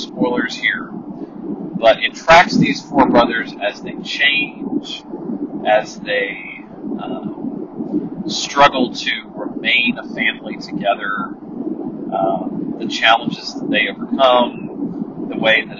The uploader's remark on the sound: Apologies for the amazing sound quality from my ear buds.